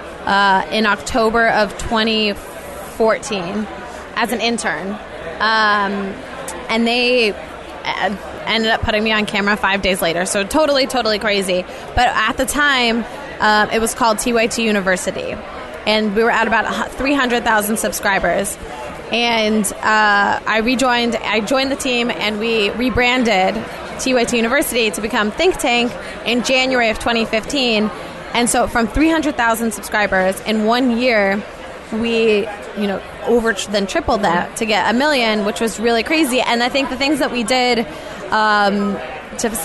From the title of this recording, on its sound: Live From Vidcon 2016!!!